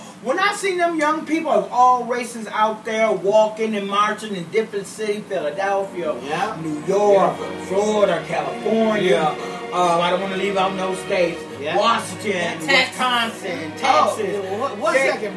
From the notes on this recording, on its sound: We put the recorder in the middle of the table and just started talking, so we apologize if there's a little background noise.